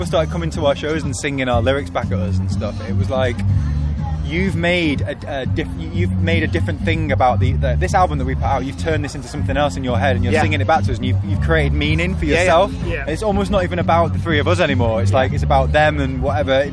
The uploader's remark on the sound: After their killer set on The Pit stage at Leeds Festival.